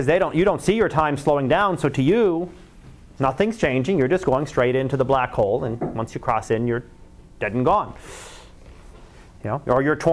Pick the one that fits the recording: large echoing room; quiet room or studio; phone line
large echoing room